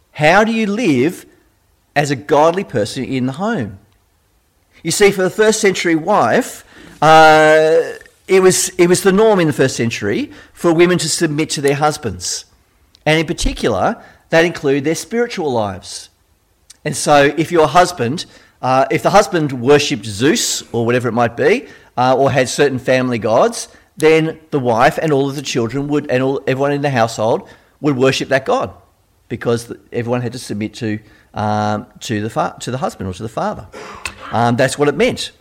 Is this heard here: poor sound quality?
no